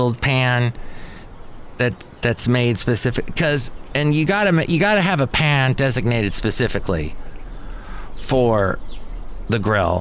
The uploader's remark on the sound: podcasts live from Café Anyway